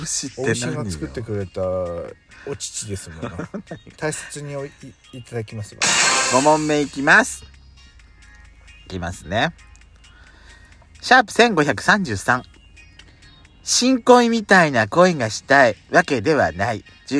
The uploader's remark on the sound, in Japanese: Radiotalk。2人組。パーキング収録。